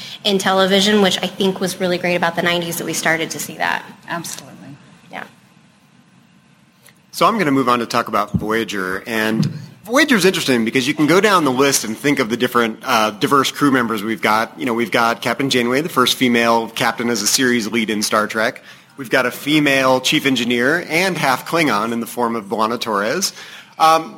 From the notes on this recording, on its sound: In a discussion panel at the Salt Lake City FanX Fall 2019 event. This is a direct recording from the event and the show starts right at the introduction of the panel.